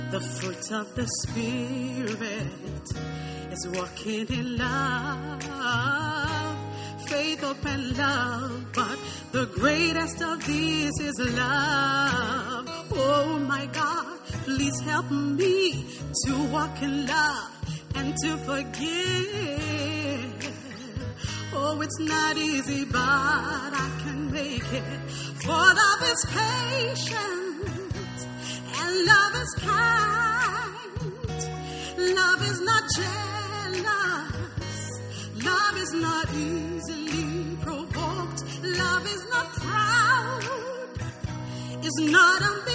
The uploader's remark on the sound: Preached at the First Love Center.